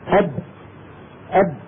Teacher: اصطدمت الشفة العليا بالشفة السفلى فسمعنا صوت الباء